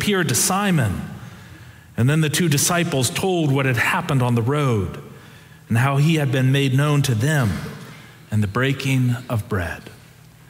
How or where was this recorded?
large echoing room